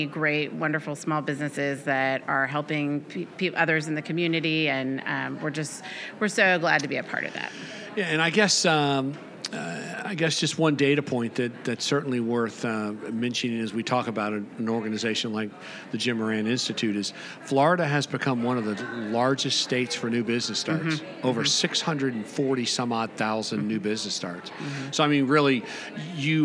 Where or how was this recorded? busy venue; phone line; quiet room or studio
busy venue